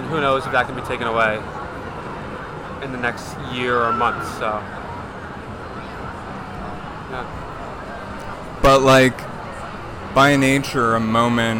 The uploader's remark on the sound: In this first experimental episode of the pod, I go out and interview the gay denizens of Washington Square Park on the day of Pride 2022.